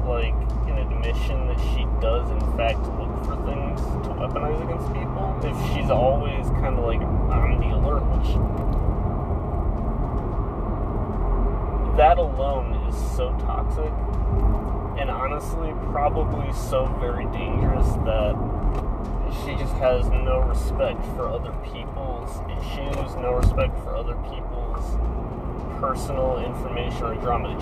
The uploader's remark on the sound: I realized how bad the audio quality is with the car engine in the background.